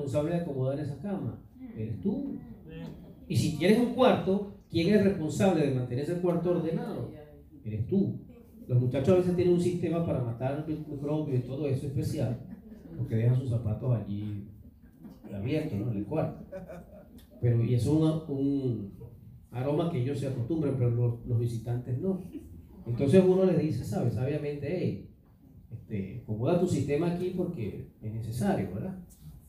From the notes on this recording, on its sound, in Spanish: fue grabada el 7 de abril del 2019 en vivo en nuestra iglesia, Church of God Centro Cristiano Renacer